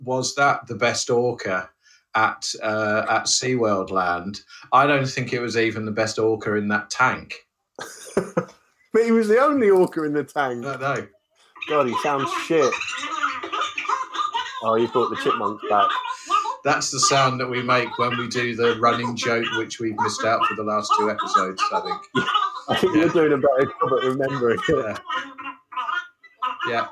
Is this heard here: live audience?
no